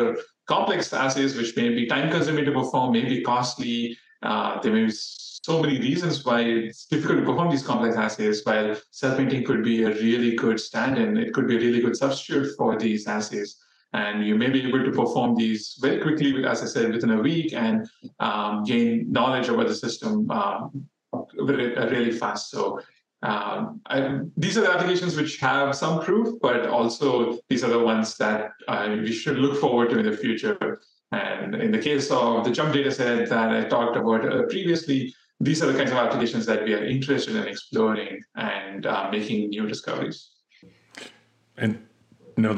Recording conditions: video call